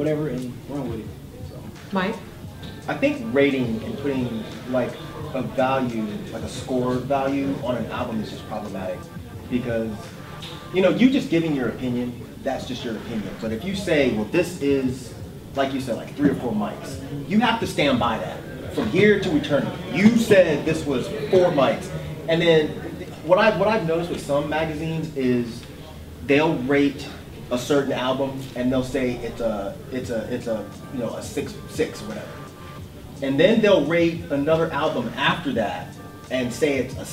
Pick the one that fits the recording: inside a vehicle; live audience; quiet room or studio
live audience